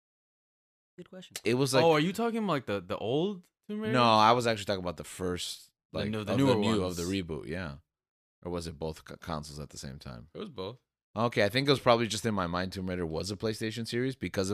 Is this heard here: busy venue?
no